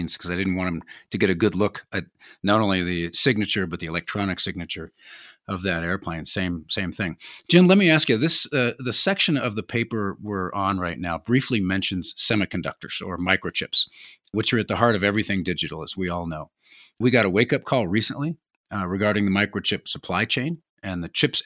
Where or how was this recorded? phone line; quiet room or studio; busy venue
quiet room or studio